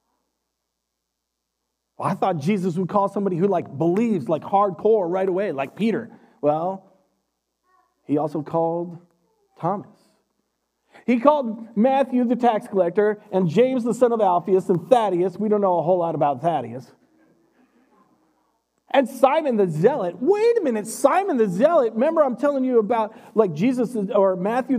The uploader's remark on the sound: Recorded live at Word of Life Church in Le Sueur, Minnesota on April 25th, 2021. Powered by Restream - (Bensound Royality Free background music).